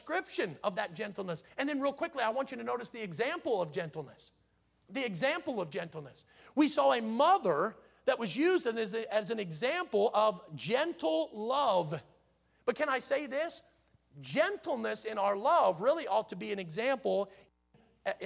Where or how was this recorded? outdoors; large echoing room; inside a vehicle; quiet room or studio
large echoing room